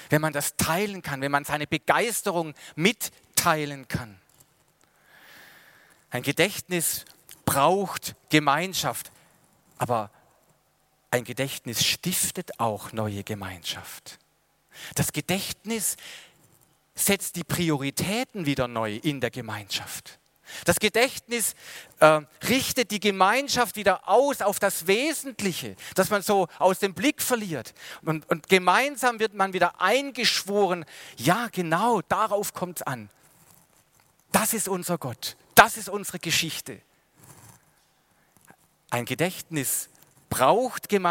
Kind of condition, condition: setting, large echoing room